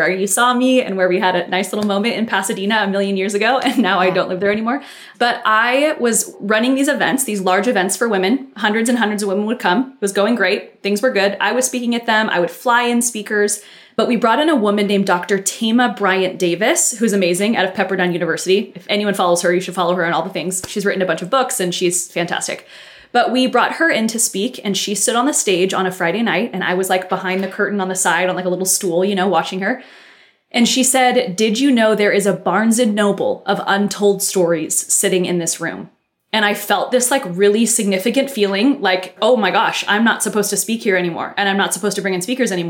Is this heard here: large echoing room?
no